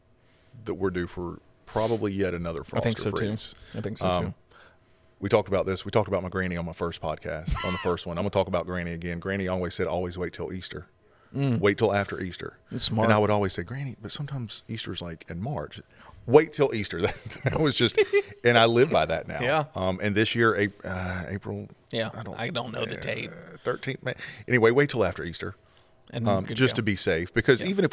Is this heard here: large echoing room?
no